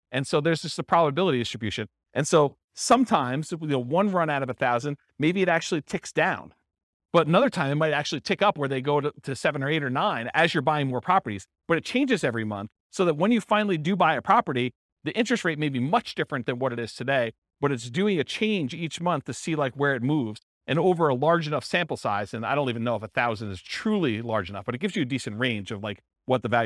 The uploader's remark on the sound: This was a live class recorded